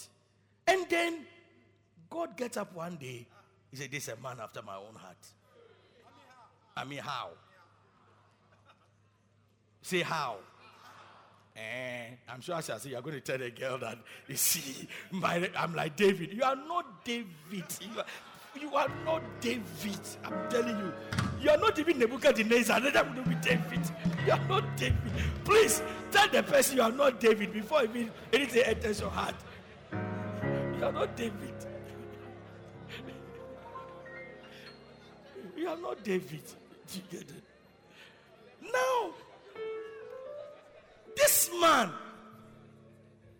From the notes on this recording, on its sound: Preached at Loyalty House, Abbey, Dahwenya.